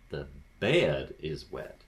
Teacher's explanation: the breaking is only available to bed. It's not really available to wet.